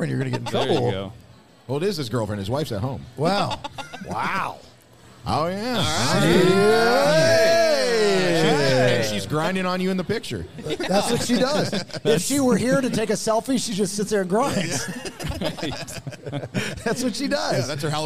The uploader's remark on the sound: We air our live podcast recording from Podcasts and Pours 2: Hallowversary event from Tannery Row in Buford, GA! We talk to some listeners, analyze costumes.